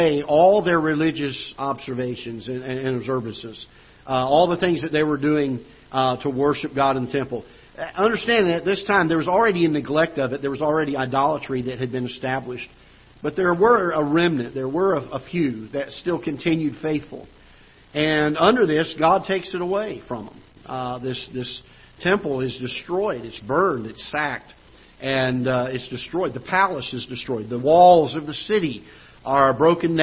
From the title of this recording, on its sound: Ketha Heights Baptist Church ~ Live Broadcast